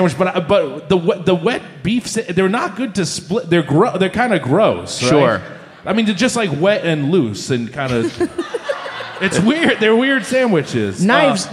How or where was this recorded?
live audience